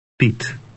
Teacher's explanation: an E sound, but it's short and clipped.